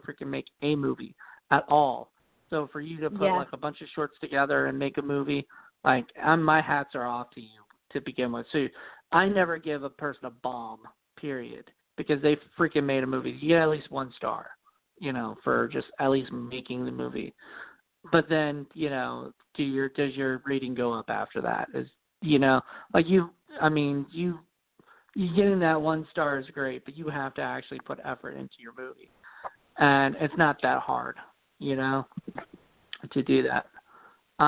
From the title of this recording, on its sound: The October Call In Show